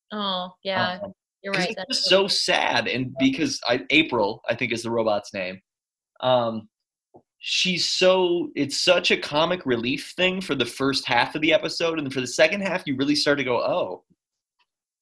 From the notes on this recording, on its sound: talk via Zoom (sorry about the audio)